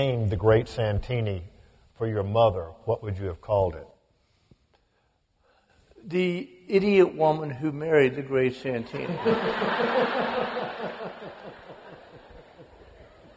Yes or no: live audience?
yes